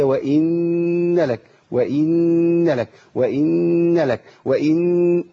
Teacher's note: اوعى تجيب حرف مد من كسرة الهمزة